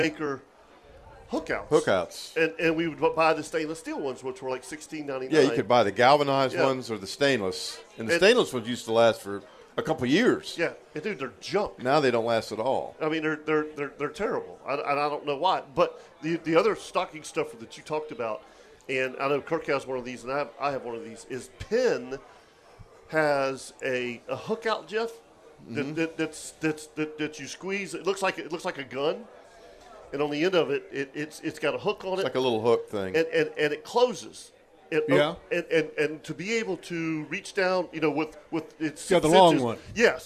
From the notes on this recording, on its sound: LIVE Christmas Show from Hagan Ace! Thanks to all who made it out.